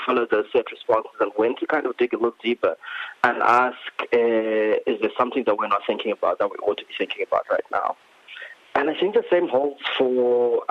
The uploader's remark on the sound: phones in for a guest mix plus a chat